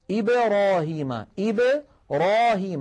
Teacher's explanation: يفتح فمه عند الراء وليس عند الباء · Term: القلقلة